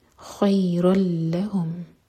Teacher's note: اور ادغام جو ہم مرج کر رہے ہیں یہ بغیر غنہ کے ہے، تو یہاں پر نون کا ساؤنڈ بالکل نہیں آئے گا. ہم پڑھیں گے خیر ال، رل، خیرن نہیں خیر لہم.